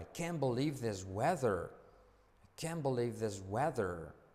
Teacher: Mirad que la T no se pronuncia. Acentúo toda la palabra.